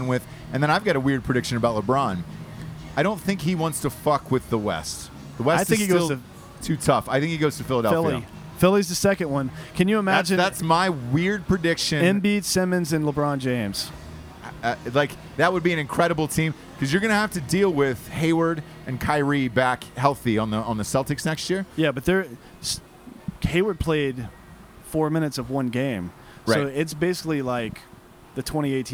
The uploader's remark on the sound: live from the Las Vegas strip outside of T-Mobile Arena